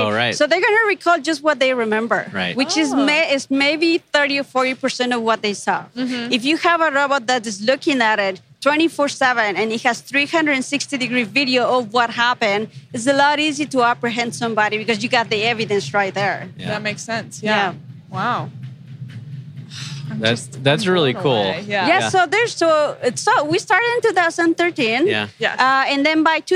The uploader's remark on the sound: Live from Collision Conference 2018: North America’s Fastest Growing Tech Conference.